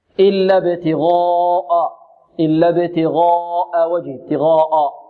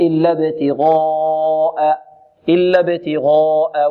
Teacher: ونرقق الهمزة فنحذر تفخيمها · Shown in: second take